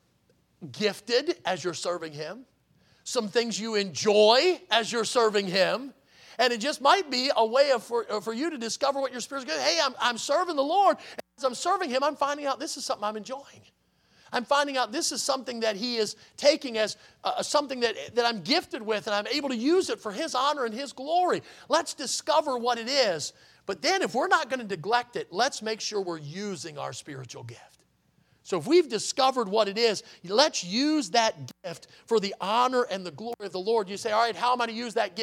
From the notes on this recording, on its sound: In the Sunday Morning Service on August 27, 2023, at Victory Baptist Church in Boonsboro, Maryland.